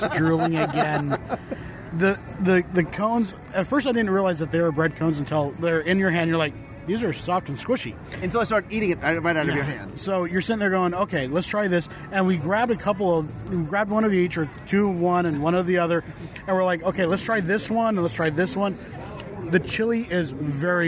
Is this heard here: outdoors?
yes